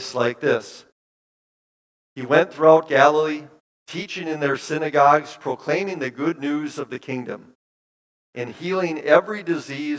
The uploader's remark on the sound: Bethany, Appleton, WI. Preached this sermon at Bethany's Sunday worship on January 22, 2023.